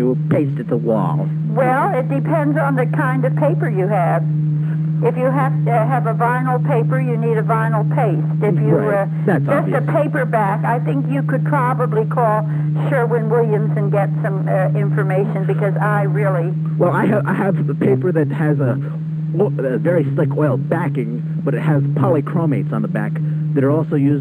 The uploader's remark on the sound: Prank Phone Calls